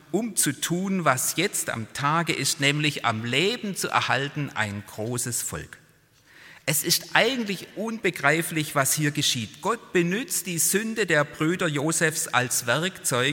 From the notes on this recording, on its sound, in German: Präsenz-Gottesdienst der Missionsberg-Gemeinde (Liebenzeller Mission)